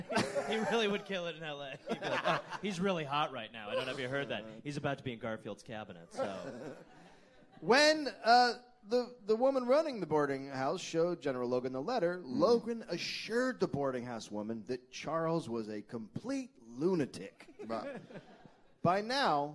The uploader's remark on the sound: Live from LA Podfest